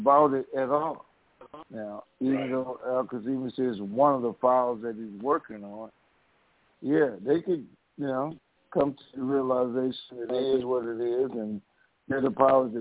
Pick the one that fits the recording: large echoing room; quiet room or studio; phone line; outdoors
phone line